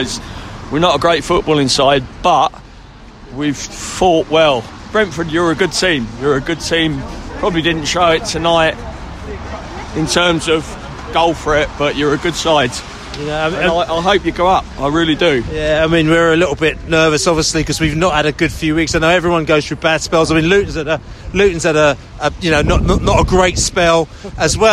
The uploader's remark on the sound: post-match podcast in the snow